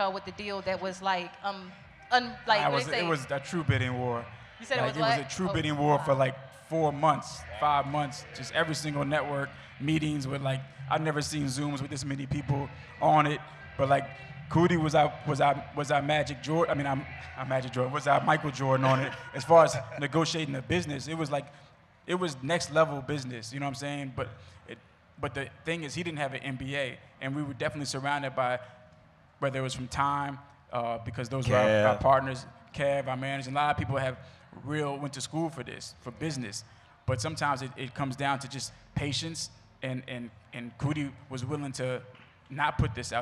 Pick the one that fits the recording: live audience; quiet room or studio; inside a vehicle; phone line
live audience